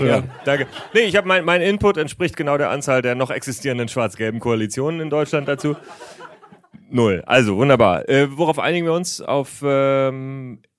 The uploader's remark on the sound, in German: Ihr erfolgreiches Podcast-Format live präsentiert. Vor Publikum.